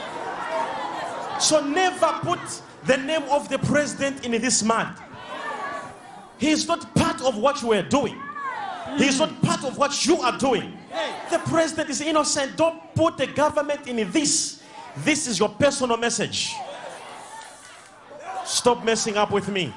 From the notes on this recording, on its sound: Sunday Live Service